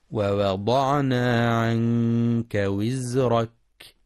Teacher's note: ترقيق الواو في ووضعنا، فلا يفخمها لمجاورتها الضاد، ويراعي الإخفاء الحقيقي في عنك، كما يجب ترقيق الراء في وزرك لأنها ساكنة سبقها كسر، مع بيان صفة الصفير في الزاي وزرك.